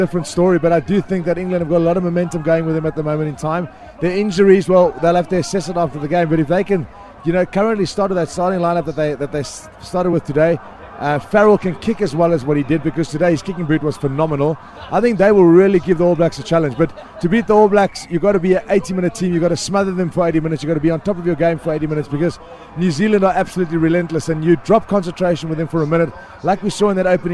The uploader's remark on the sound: From our original home, Barasti. Back at Barasti, where the game is always.